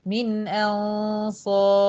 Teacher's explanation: أرقق الهمزة وادخل على غنة مفخمة إخفاء مع الصاد، نون مخفى تخفى هنا مع حرف الصاد.